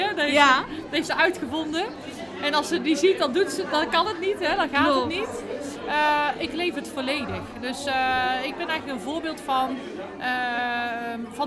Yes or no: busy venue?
yes